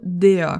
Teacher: como se fosse um A com uma boca menos aberta